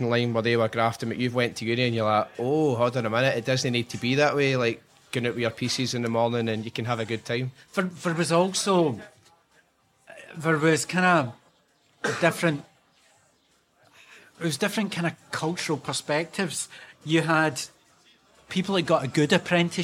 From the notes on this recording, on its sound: Recorded in a cafe in the heart of Istanbul.